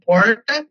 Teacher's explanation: Então, uma pessoa vai, por exemplo, a uma entrevista de emprego e ela pode fazer, por exemplo, pronunciar uma palavra como porta, usando, por exemplo, uma retroflexa, que é o chamado R caipira